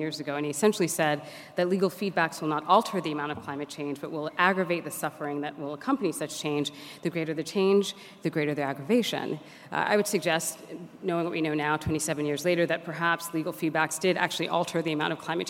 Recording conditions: live audience